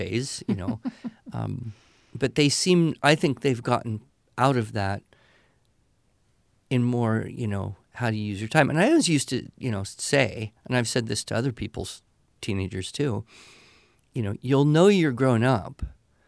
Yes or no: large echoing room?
no